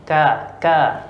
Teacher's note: letaknya di pangkal lidah, cuman ya ka agak ke depan sedikit